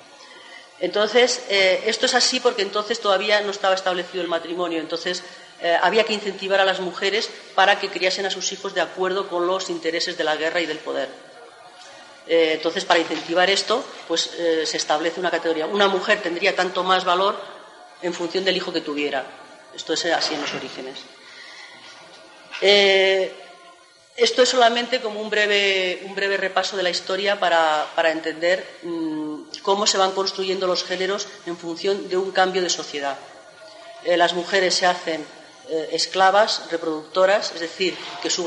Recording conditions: live audience